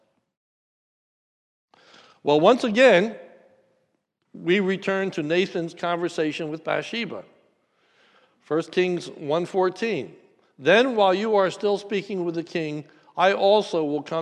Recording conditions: large echoing room